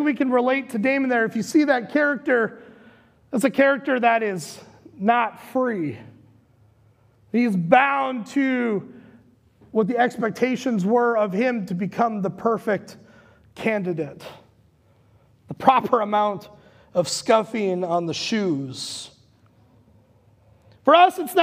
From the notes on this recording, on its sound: Recorded live at Word of Life Church in Le Sueur, Minnesota on July 4th, 2021.